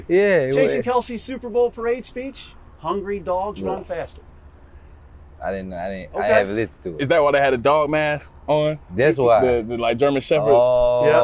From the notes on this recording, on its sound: Outside of the NovaCare Complex at training camp.